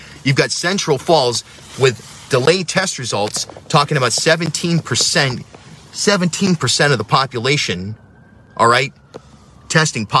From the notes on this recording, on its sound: video that I made from my van